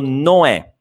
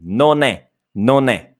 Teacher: Bisogna pronunciare la seconda N e si unisce alla E · Shown in: second take